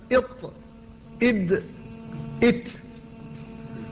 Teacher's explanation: قال والطاء والدال وتم منه، أي من طرف اللسان ومن عليا الثنايا، أي بين طرف اللسان والثنايا العليا